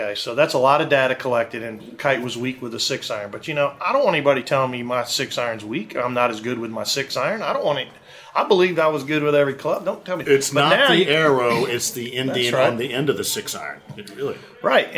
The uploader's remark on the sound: Live from Erin Hills in Wisconsin for the 117th US Open